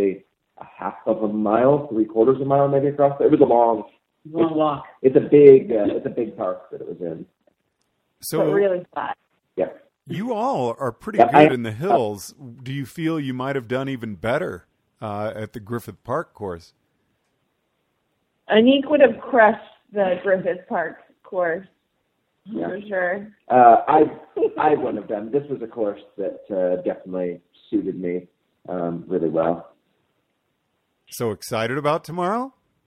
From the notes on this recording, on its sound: Cyclocross Long Beach Post Race Day 1. Phone in after a successful day of racing!